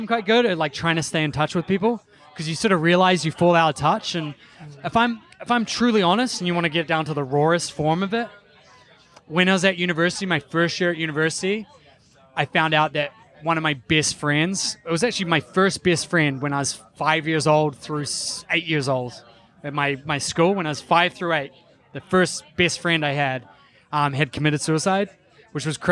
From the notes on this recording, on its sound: This episode was recorded live at the 2019 Propelify Innovation Festival (created by Aaron Price) and is part of Podcast Row.